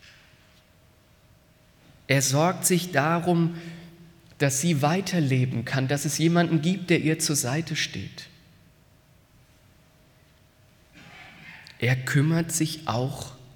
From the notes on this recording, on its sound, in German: aus dem Karfreitaggottesdienst der Missionsberg-Gemeinde (LM)